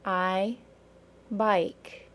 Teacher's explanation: The long I is also a two-sound vowel that ends in a brief Y sound.